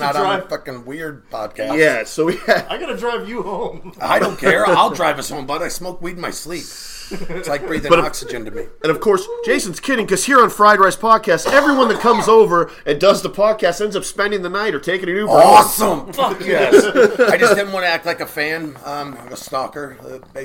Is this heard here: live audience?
no